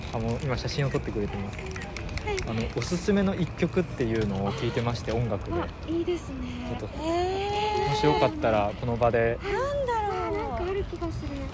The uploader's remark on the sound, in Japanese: 大塚駅前収録です